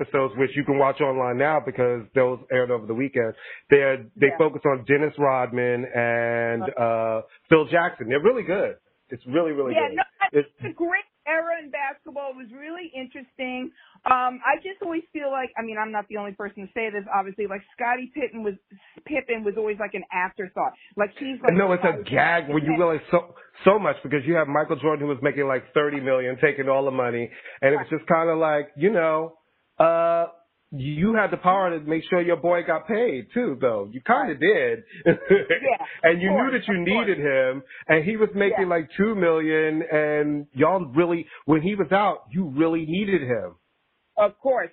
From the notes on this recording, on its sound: recorded via phone